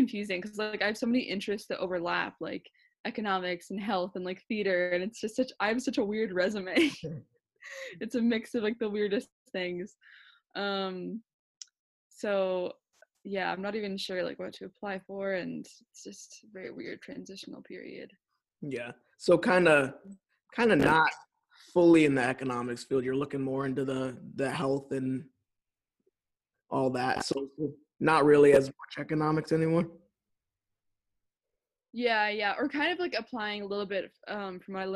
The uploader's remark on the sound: catch up over Zoom